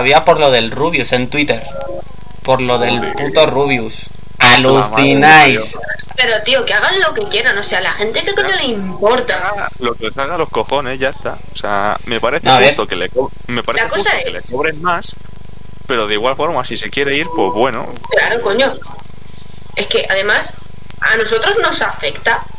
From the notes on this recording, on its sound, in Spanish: No tiene la mejor calidad de audio, pero estamos tratando de mejorarlo con el tiempo.